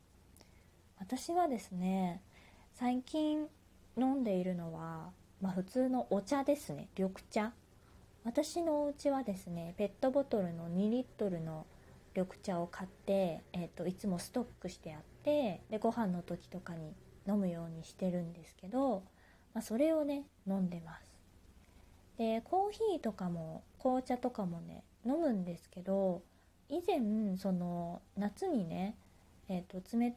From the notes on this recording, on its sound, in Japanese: 自宅でスマホによる収録のため様々な騒音が収録されています。キッチンのすみっこで。